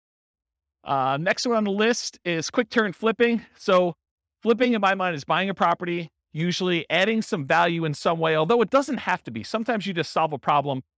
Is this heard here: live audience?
yes